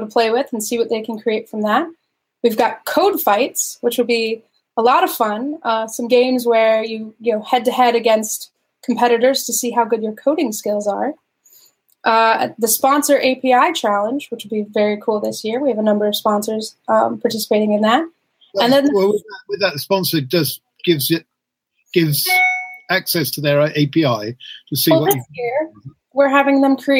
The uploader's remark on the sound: Using Jitsi Meet, we gather a few friends